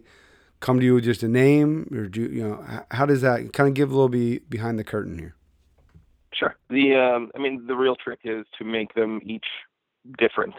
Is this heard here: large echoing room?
no